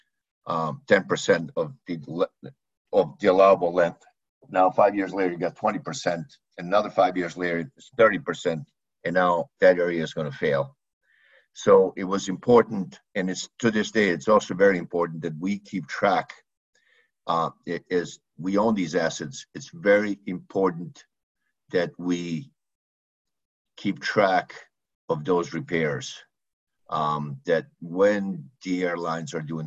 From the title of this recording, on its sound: APTN Zoom Call